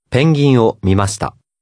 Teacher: The final vowel sound of the letter し is very faint.